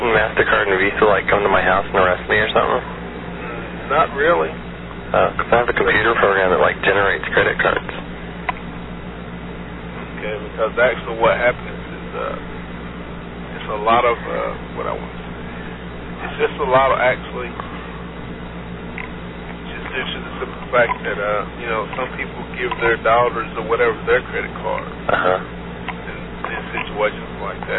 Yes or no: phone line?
yes